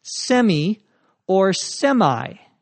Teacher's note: The last vowel there can be pronounced either as an I or an E.